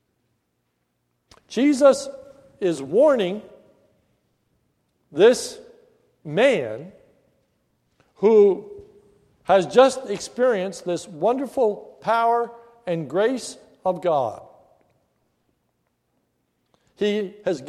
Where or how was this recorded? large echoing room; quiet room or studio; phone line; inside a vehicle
large echoing room